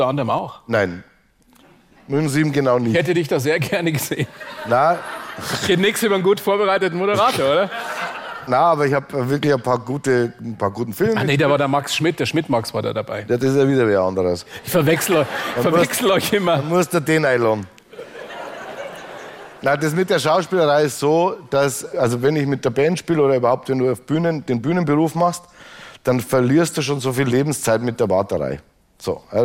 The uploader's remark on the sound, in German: vor Straubinger Live-Publikum im Rahmen der "Blauen Couch on Tour"